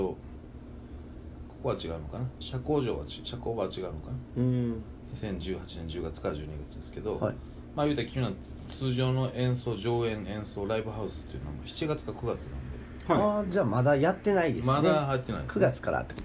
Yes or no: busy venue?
yes